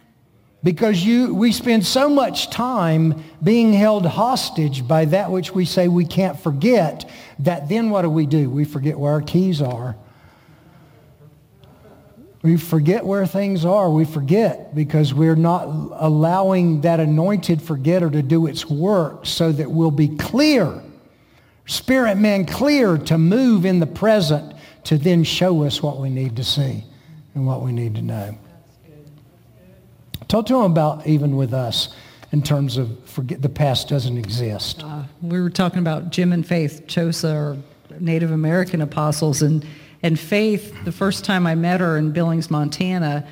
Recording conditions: large echoing room